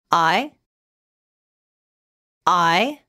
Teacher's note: The I sound is a diphthong. This means it's made up of two sounds. It's a combination of the a sound and the I sound.